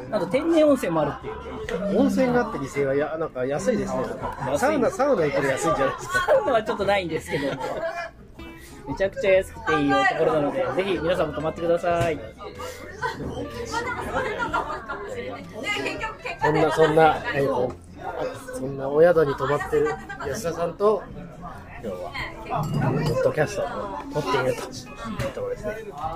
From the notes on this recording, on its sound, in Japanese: イベント前日に岐阜のクラフトビールのお店で収録しました。